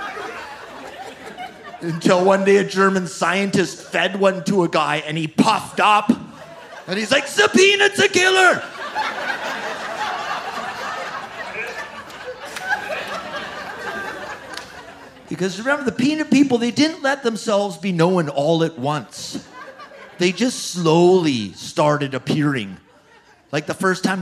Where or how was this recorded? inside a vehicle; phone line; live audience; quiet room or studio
live audience